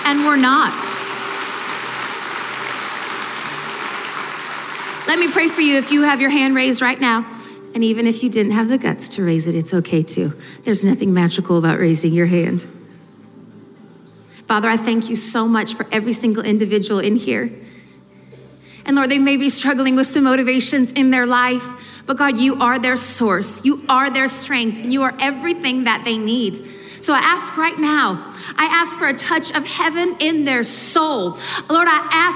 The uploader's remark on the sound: From the ARC Conference. This powerful session from the 2019 ARC Conference Anaheim.